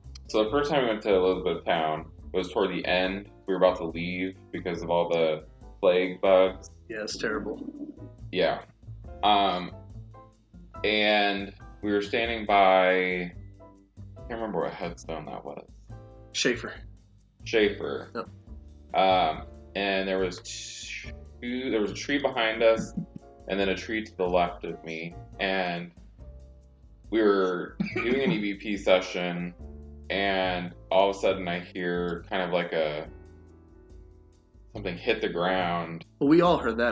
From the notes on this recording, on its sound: Minor audio quality issues.